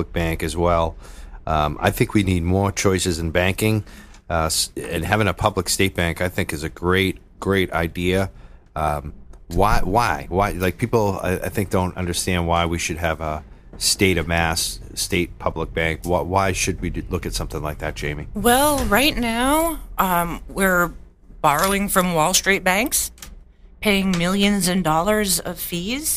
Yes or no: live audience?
no